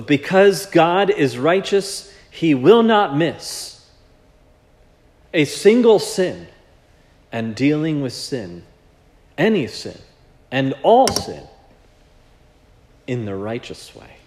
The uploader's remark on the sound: This sermon was preached at Providence Church on January 14, 2024